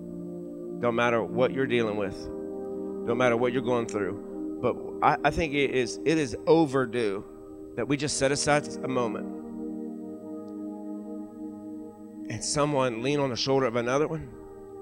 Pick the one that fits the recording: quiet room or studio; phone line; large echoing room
large echoing room